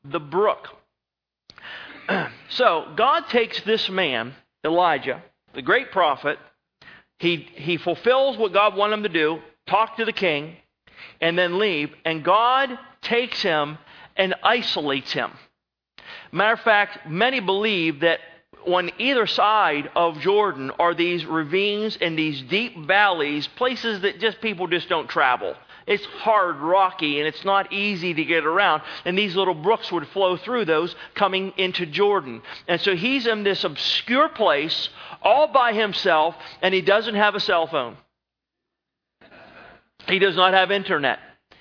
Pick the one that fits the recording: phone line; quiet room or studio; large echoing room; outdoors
large echoing room